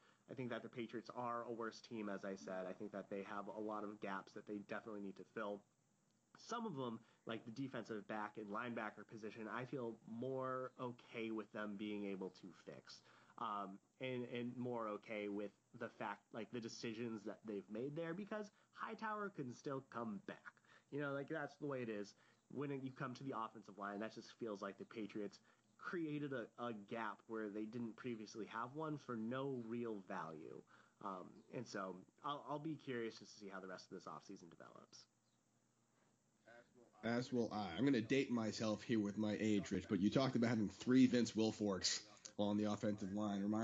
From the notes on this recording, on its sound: Audio is quieter on this podcast, as a heads up!